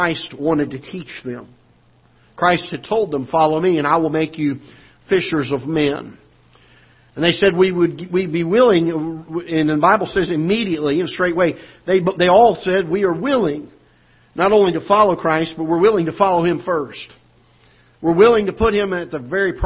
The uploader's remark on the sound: Ketha Heights Baptist Church ~ Live Broadcast